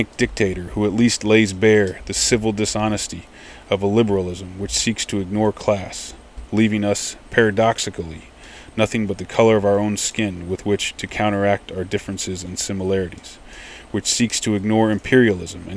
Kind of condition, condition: setting, outdoors